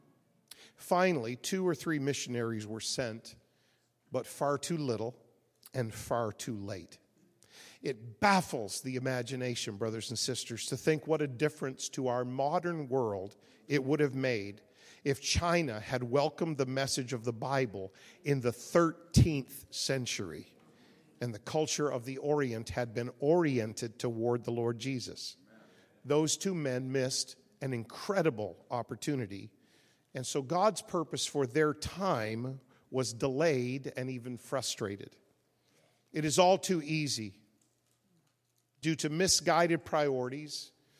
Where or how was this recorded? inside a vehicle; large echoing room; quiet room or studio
large echoing room